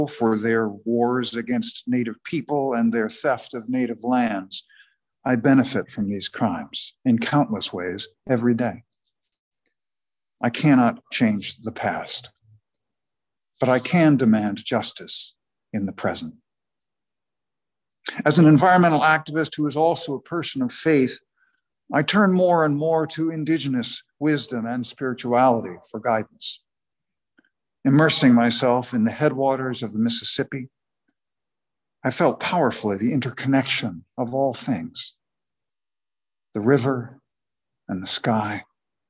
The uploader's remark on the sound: sermon was delivered on Sunday, November 14, 2021 at the Unitarian Universalist Congregation in Andover